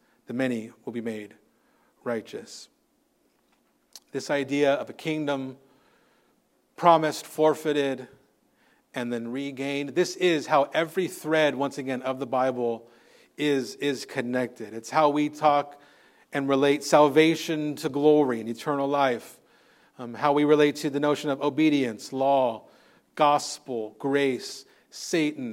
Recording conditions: large echoing room